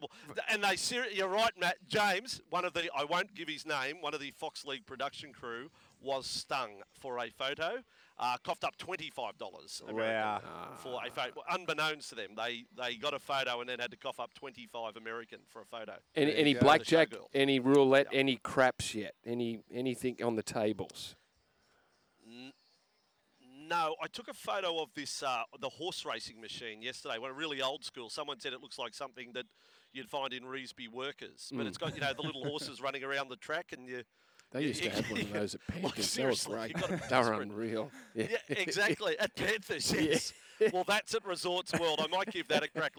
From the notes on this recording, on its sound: LIVE from Las Vegas. Joins the show outside of the Bellagio.